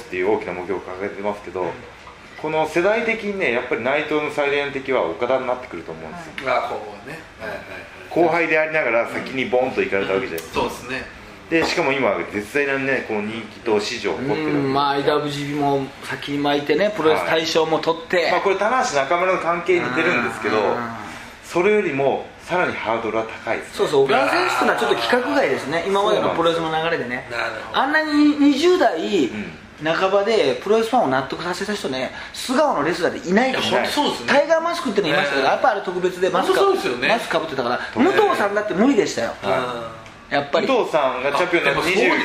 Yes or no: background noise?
yes